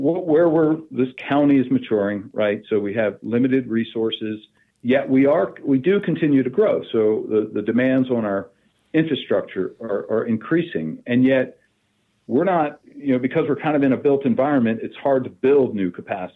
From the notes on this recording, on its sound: We hopped on the phone